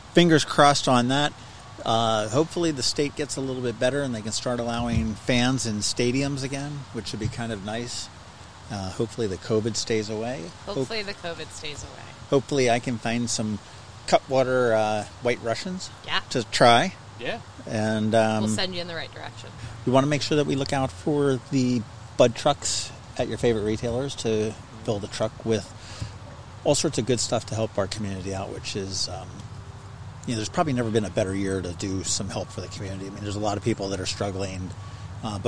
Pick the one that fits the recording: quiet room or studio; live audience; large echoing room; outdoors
outdoors